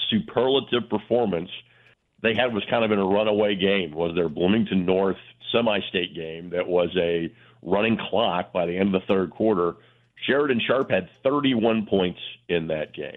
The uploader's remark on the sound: Both call in to talk a variety of Indy Sports. Is on the phone line to talk Colts.